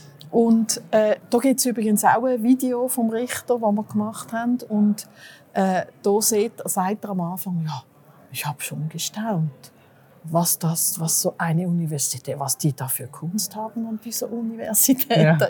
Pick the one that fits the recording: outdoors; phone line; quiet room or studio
outdoors